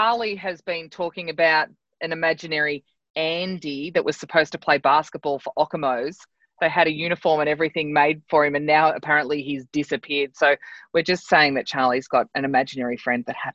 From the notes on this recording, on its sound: Was done over zoom without the other fancy gear, I’ve tried as hard as possible to improve audio quality, so I do apologise.